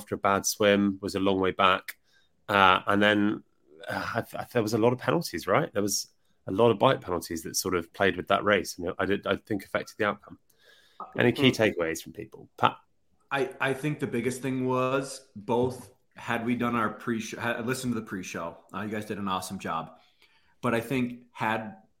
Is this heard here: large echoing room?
no